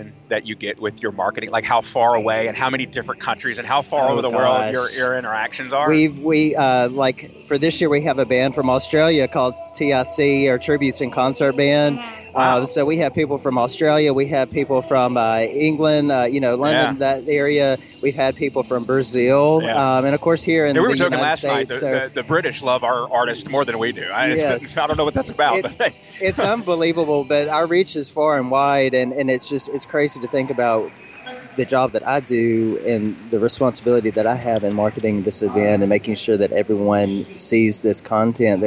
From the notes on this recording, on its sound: Today we’re On The Road live from the 25th Annual Tupelo Elvis Festival at Cadence Bank Arena in Downtown Tupelo!